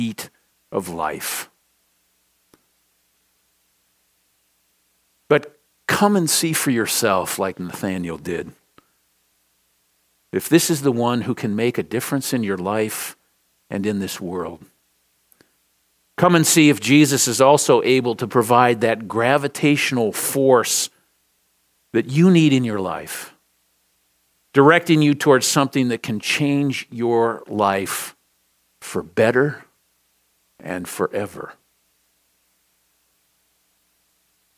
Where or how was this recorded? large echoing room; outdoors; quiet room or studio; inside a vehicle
large echoing room